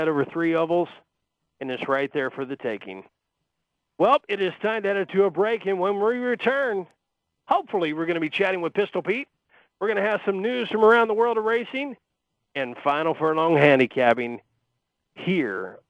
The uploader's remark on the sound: will also call